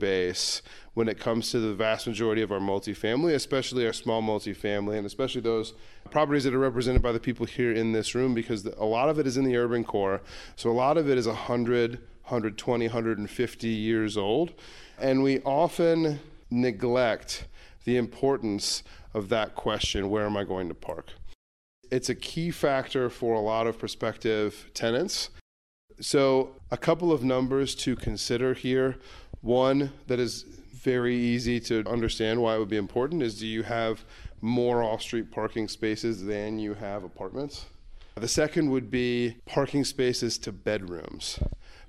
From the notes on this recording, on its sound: This episode is the audio from our November 2023 meetup. Cincinnati Meetup Podcast.